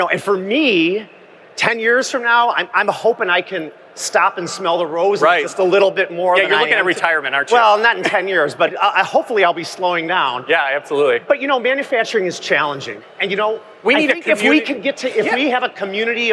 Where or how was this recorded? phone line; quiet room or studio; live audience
live audience